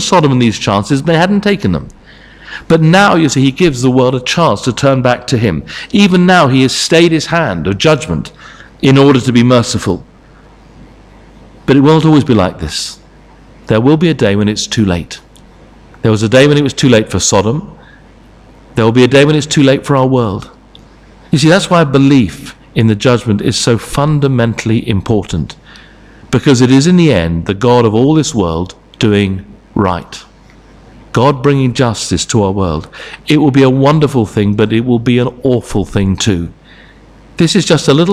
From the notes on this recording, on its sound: Sermon from St Davids Church, Moreton-in-Marsh, Evening Service